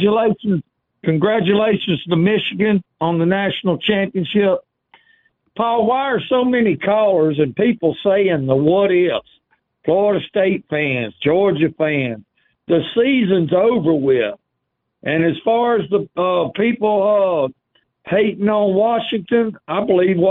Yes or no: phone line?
yes